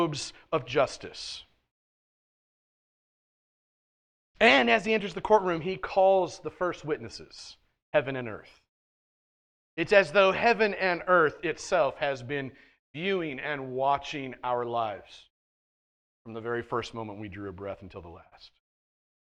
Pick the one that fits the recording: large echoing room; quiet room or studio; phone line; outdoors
large echoing room